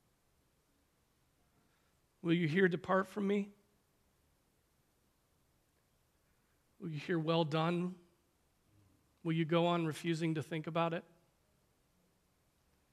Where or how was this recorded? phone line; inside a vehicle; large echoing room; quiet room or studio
large echoing room